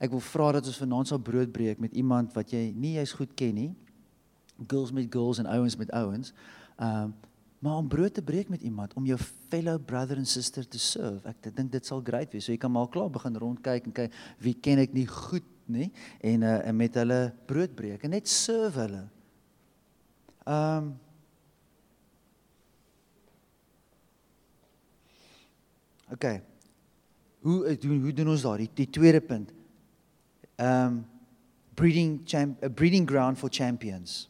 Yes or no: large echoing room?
yes